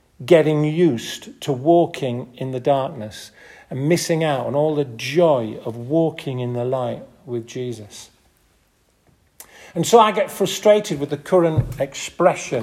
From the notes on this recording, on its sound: This audio recording was taken from the 10:30 Cafe style service at St Oswald's Church, Askrigg